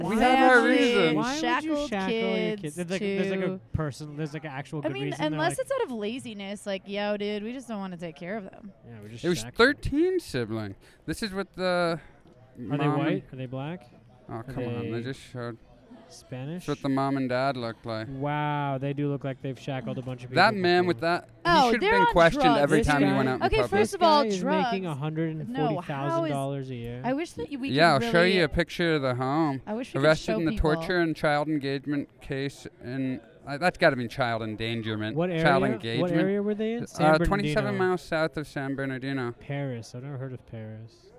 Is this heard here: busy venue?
yes